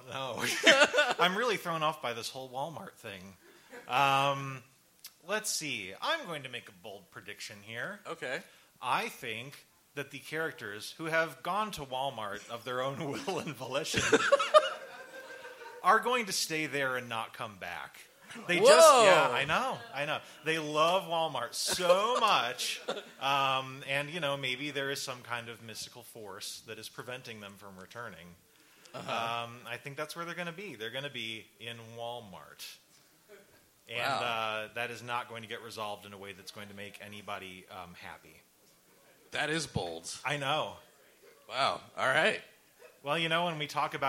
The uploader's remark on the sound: LIVE AT THE BEAT KITCHEN MARCH 2019. A direct cut of A Smashing Theory's first ever LIVE EPISODE, performed at The Beat Kitchen in Chicago, IL.